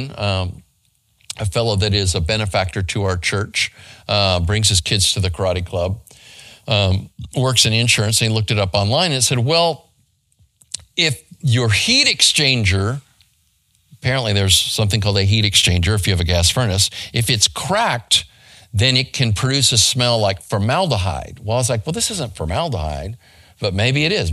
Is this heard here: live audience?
no